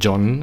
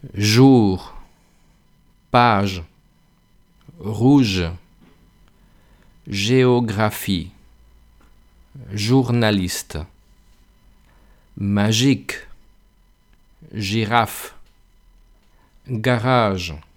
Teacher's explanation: no hay que poner ninguna D, es empezar ya a soltar el aire con esa vibración · Shown in: second take